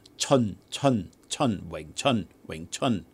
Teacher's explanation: The CH in Cantonese is a lot sharper. It's not cha. The mouth is more closed. All right. And it's not un, it's un, chun, Wing Chun, Wing Chun.